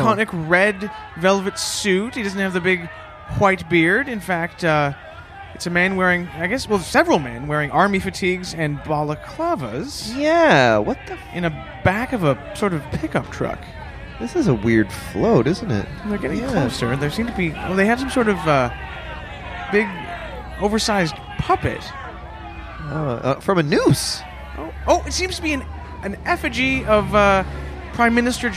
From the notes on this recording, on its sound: LIVE From the Santa Claus Parade! Reporting live from the Toronto Santa Claus Parade!